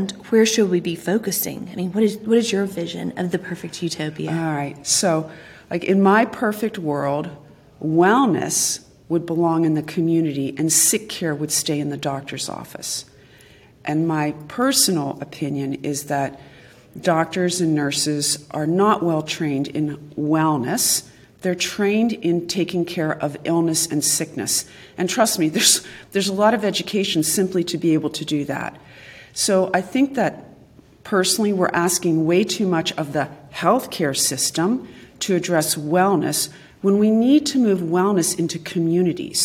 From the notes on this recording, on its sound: For the next few episodes, we'll be coming to you LIVE from this year's YouPowered Symposium in Miami.